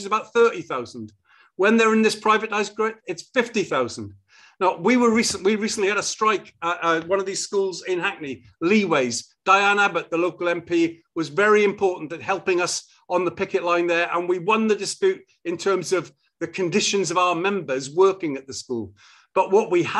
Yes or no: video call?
yes